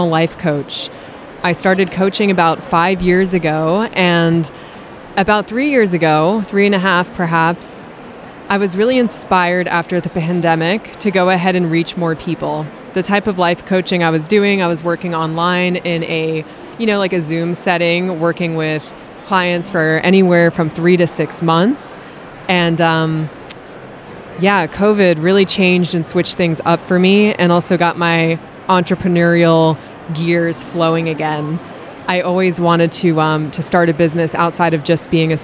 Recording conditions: busy venue